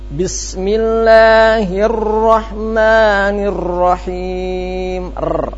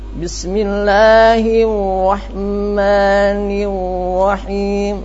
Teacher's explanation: Terlalu menggetarkan ra, menggetarkan ra. · Shown in: first take